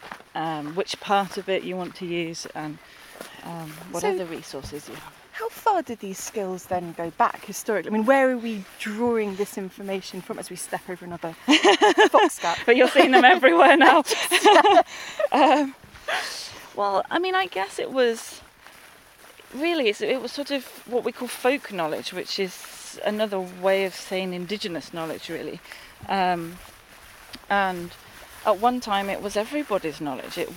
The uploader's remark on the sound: At the Timber Festival in the National Forest in Leicestershire.